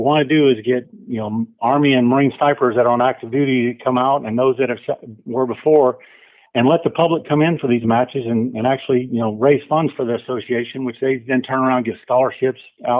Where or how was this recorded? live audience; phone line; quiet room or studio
phone line